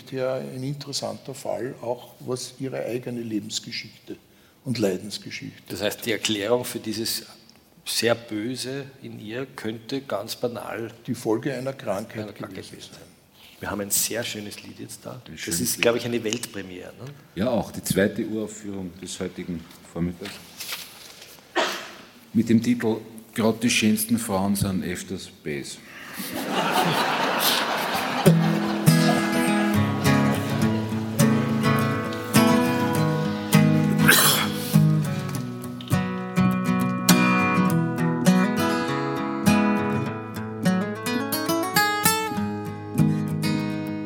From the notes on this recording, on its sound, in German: Live aus dem Wiener Stadtsaal. Im ausverkauften Wiener Stadtsaal aufgenommen.